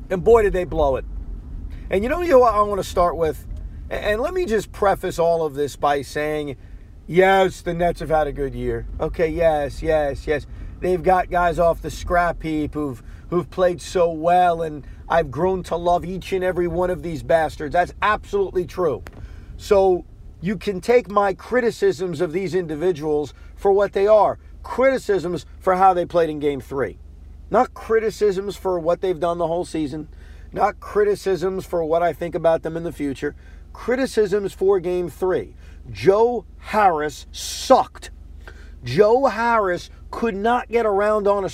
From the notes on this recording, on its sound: Does a podcast while driving home from Brooklyn after the Nets loss.